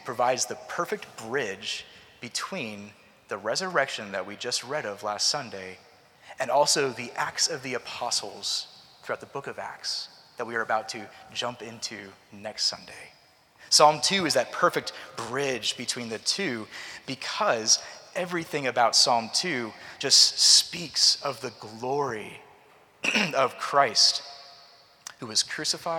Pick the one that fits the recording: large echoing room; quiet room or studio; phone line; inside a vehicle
large echoing room